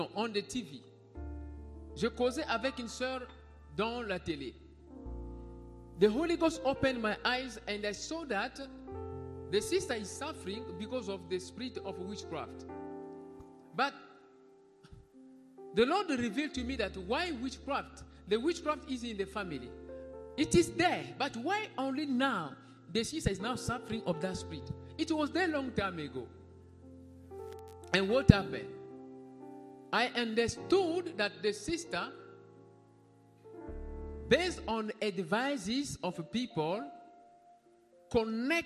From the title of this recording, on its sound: Sunday Live Service - Service Dominical en Direct